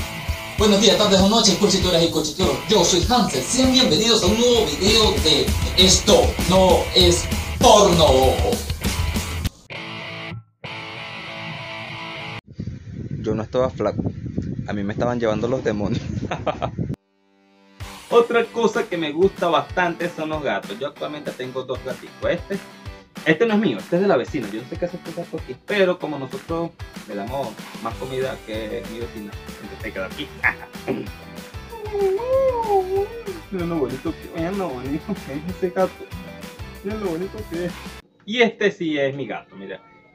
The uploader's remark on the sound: Vídeo grabado desde mi teléfono Honor X6s/Video recorded from my Honor X6s. Vídeo editado con Kinemaster/Video edited with Kinemaster.